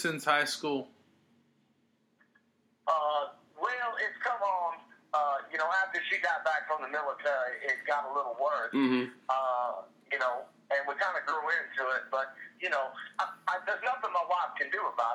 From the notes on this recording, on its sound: Best of Wednesday night love line calls. It’s calls from people that called.